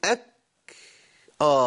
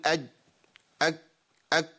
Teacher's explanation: يعني الكاف بينقطع الصوت ويمشي النفس · Shown in: first take